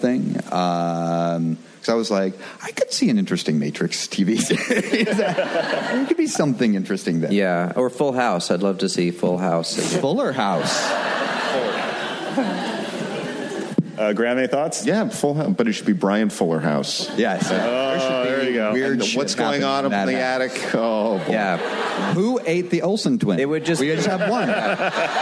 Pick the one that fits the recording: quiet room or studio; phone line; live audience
live audience